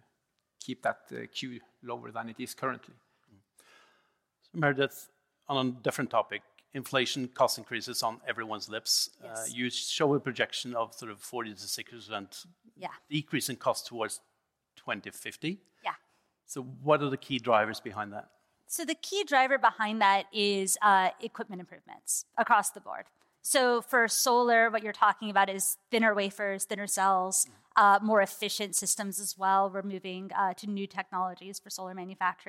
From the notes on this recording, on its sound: This episode is a live recording from the annual Statkraft conference in Oslo in June 2023.